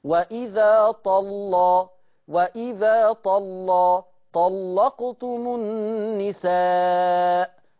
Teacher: حفص هيرقق اللام لكن ورش هنا هيغلظ اللام · Term: اللام المغلظة